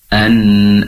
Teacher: Durasi penempelan. Jadi ujung lidah bagian bawah, yaitu tempat keluarnya huruf nun yang ditempelkan ke langit-langit, ditempelkannya durasi waktu penempelannya lebih lama